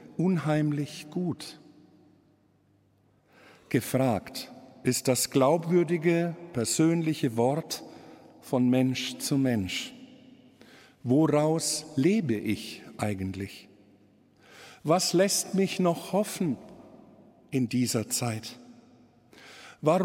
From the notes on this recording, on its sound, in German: Live-Gottesdienstübertragung aus der Allerheiligenkirche in Nürnberg.